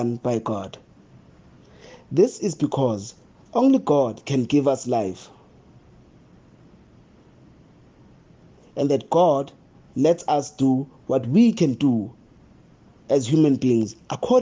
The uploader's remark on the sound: the homily preached at Holy Trinity Catholic Church in Braamfontein, South Africa